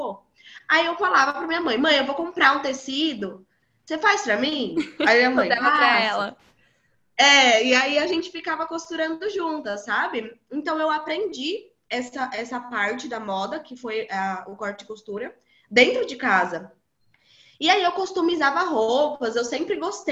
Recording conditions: video call